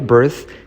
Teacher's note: Letra clave R que se come la I, birth, TH como una Z, birthday.